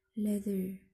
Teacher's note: The tongue tip is raised while the rest of the tongue remains down, so air can escape over the sides of the tongue.